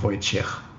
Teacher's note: also es wird nicht mit quasi K am Ende ausgesprochen, sondern mit einem CH